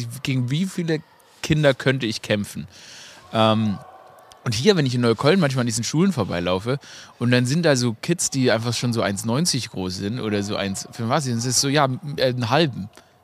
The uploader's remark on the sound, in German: Live aus dem Garten. Für die winterliche Atmosphäre wurde dieses Episode bei 2 Grad Celcius Außentemperatur im Garten aufgenommen.